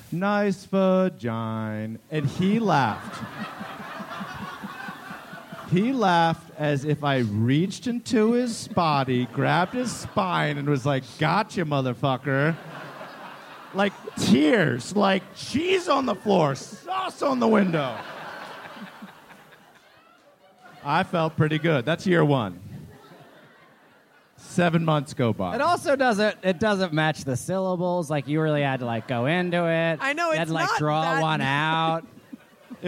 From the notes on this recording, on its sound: live from The Bell House in Brooklyn, NY